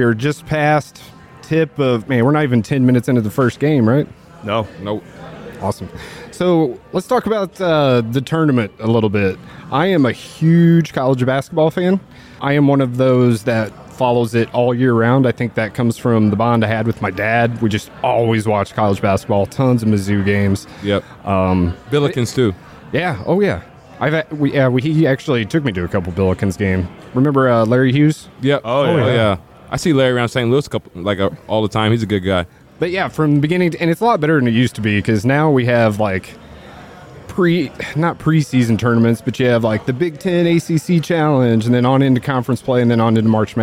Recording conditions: busy venue